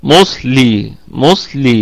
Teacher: فهذه الصاد ساكنة وما قبلها مضموم فهي في الدرجة الثالثة من درجات التفخيم